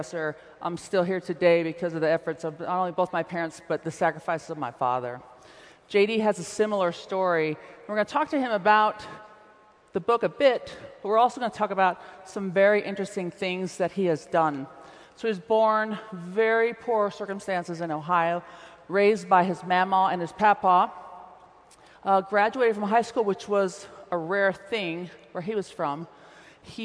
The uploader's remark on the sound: In his keynote during Silicon Slopes Tech Summit 2018.